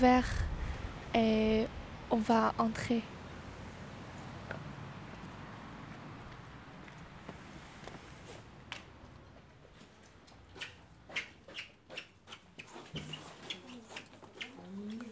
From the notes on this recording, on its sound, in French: Carte postale sonore : la plaine d'Ozon à Châtellerault. Un groupe d'élèves allophones du LP2I a réalisé une carte postale sonore à la plaine d'Ozon à Châtellerault, pour saisir la diversité culturelle du quartier.